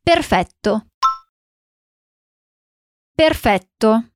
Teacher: A gente só precisa prestar atenção na consoante dupla. Então o T vai ter um som mais demoradinho, mais alongadinho.